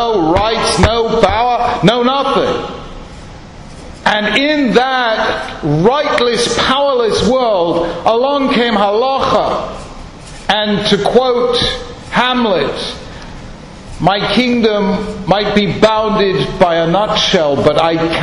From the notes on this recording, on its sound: Ruth B. Wildes Memorial Lecture 2012. Wildes Memorial Lecture on 1st December 2012 at Yeshiva University.